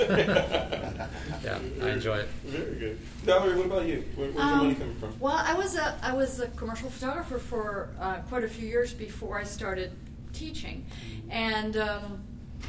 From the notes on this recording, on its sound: Recorded live at the Out of Chicago Conference.